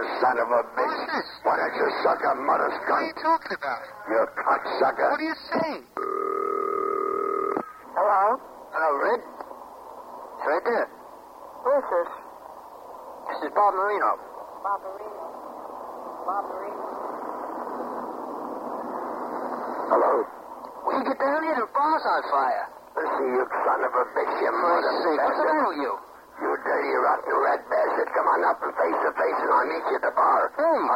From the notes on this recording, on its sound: Prank Phone Calls. Tube Bar Tapes - Side B.